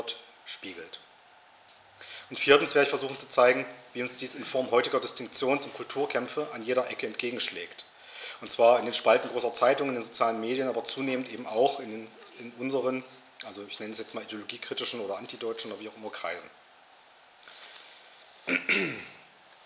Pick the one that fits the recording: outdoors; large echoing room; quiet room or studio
large echoing room